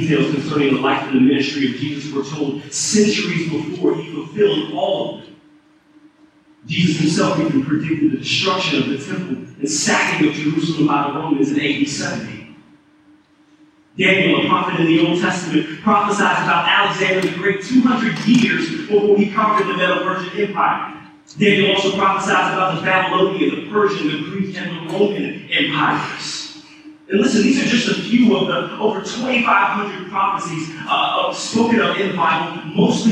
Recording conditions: poor sound quality